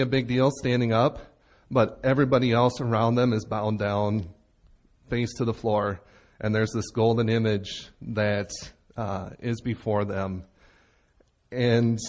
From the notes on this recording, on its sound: Recorded Live at Bethany Bible Church in Leroy, MN on 9/24/17